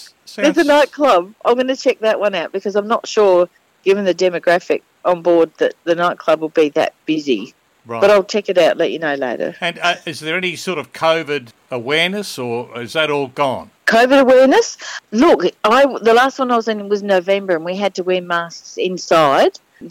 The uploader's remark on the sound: Phones In From Queen Mary II In Port Of Melbourne.